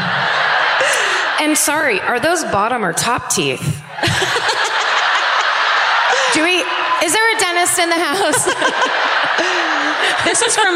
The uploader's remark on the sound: Live at the Old National Centre in Indianapolis